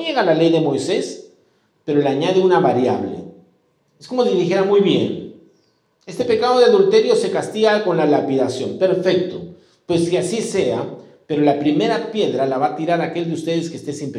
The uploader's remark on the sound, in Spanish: presentado en vivo el domingo 6 de noviembre de 2022 Este podcast es la retransmisión de la reunión de iCafe de cada domingo